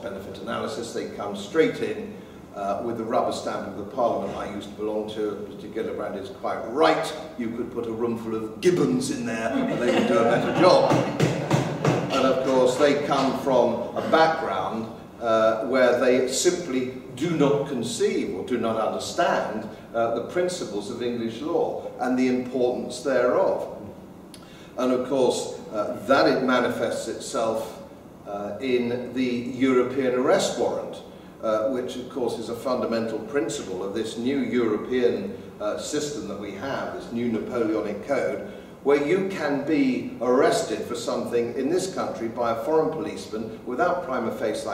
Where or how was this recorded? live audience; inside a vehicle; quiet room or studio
live audience